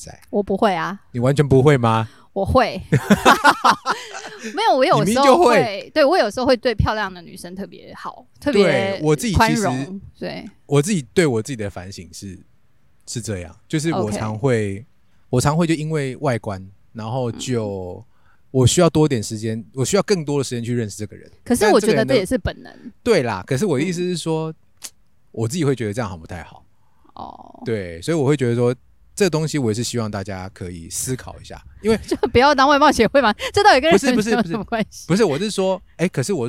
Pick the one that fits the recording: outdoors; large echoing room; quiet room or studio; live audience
outdoors